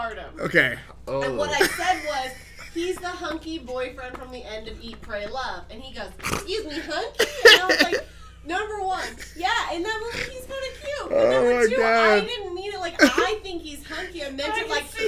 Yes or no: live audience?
no